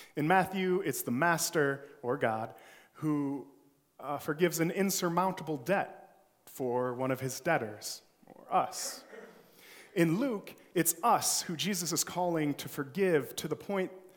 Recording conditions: large echoing room